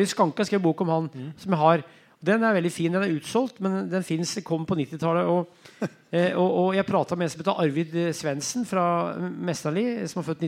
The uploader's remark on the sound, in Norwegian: Live fra Løten